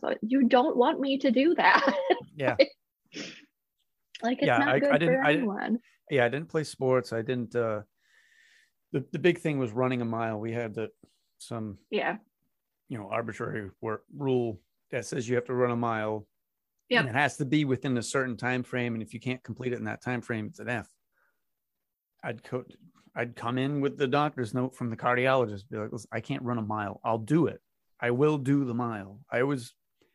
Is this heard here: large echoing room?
no